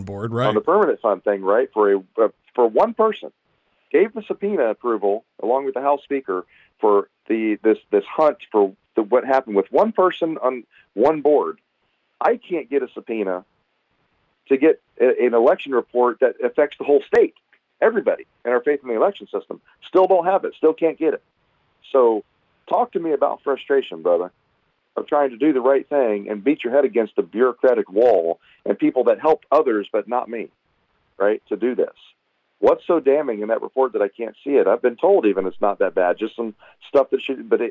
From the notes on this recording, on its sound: We'll discuss the vagaries and pitfalls of this marathon of elections with phone calls and commentary.